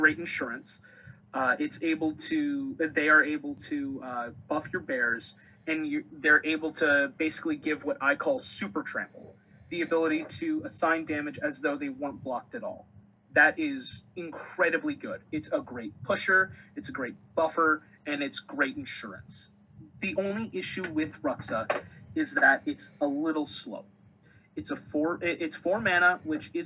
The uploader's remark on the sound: Also, this was recorded a slightly different way, so the audio quality may be a bit different.